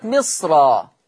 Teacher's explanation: الصاد الساكنة حاجز بين الميم المكسورة والراء المفتوحة، فحكم الراء التفخيم قولا واحدة